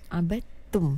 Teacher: Sebab dia ada hukum idgham yang special sikit dekat situ. Jadi dal dekat situ dia punya hukum qalqalah dia gugurlah sebab dia jadi hukum idgham mutajanisain dekat situ.